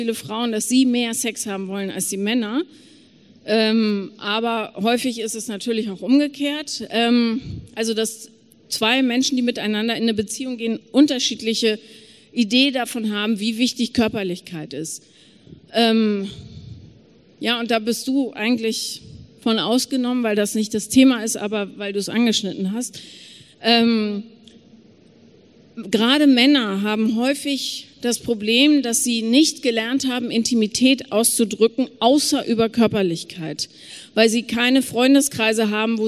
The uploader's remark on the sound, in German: Q&A LIVE auf dem Hear & Now Podcast Festival in Köln